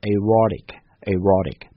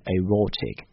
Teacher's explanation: 美式英语在读的时候就卷个舌啊 · Shown in: first take